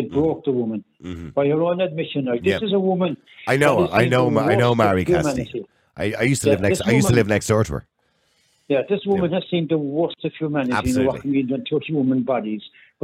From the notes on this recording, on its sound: opens the phone lines for callers to express their views